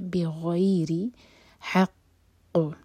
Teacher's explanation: قاف پر قلقلہ بھی ہوتا ہے اور قاف ہیوی لیٹر ہے تو سٹرونگ باؤنس کریں گے، سٹرونگ قلقلہ ہوگا، پڑھا جائے گا.